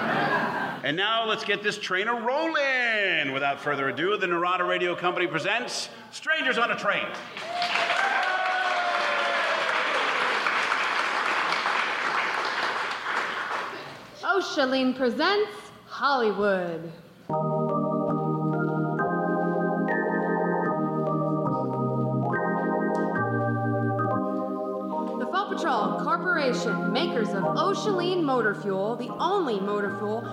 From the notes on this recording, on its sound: In this remake of a Lux Radio Theatre broadcast, The Narada Radio Company presents the audio adaptation of the classic Hitchcock film in front of a live theatre audience! Special release for the 2019 Sonic Summerstock Playhouse.